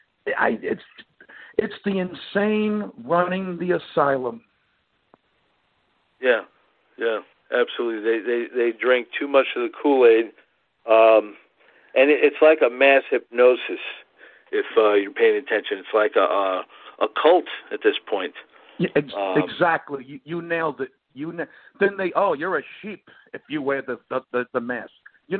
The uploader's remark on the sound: called in for a talk